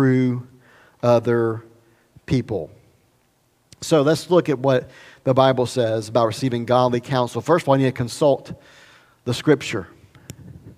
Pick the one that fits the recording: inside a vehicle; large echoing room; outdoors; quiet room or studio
large echoing room